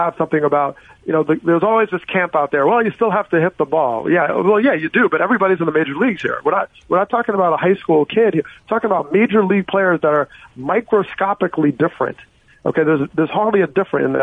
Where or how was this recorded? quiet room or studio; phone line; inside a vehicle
phone line